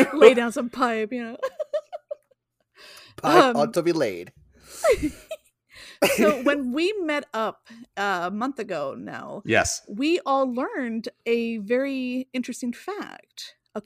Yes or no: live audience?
no